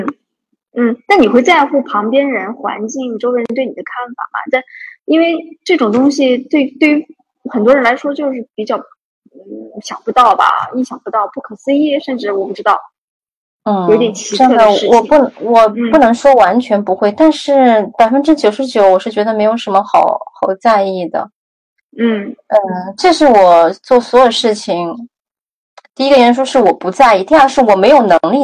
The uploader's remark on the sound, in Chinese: 采访了远在英国的一位“传奇”女子，所以环境里会有点杂音和回声。